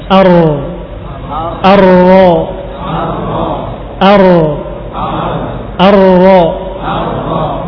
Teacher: Adapun ro ujung lidah dengan punggungnya sedikit, dengan gusi juga tapi lebih ke atas lagi.